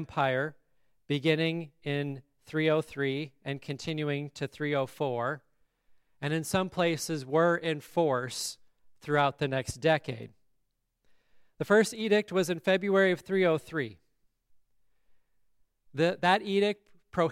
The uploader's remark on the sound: the service at Grace Lutheran Church, Lexington, MO on December 13, 2023